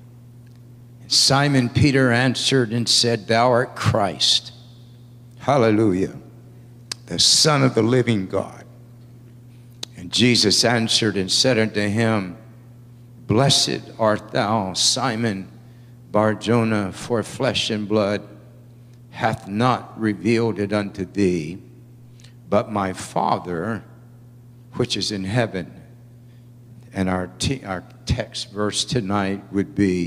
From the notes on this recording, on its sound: at the Victory Gathering at Fireplace Fellowship